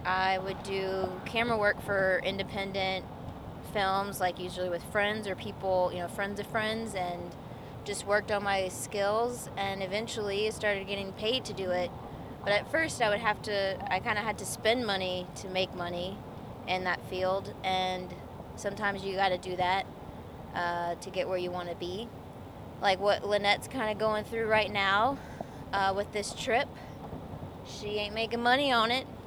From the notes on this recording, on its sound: Live from the road. Conversation gets real while stuck in traffic on the loop outside of Chicago.